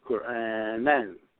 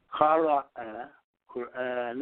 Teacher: I could say Qara'a Qur'an, and just cut it and don't say the tanween or the N sound · Shown in: second take